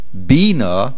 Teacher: Bina, with the accent on the beis, means a command